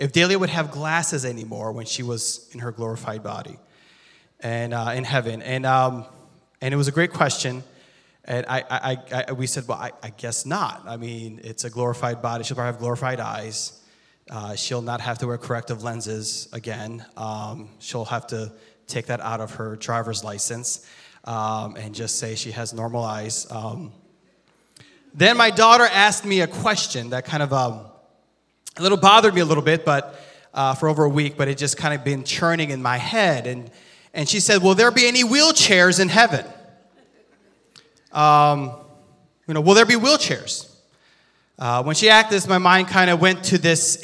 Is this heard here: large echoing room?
yes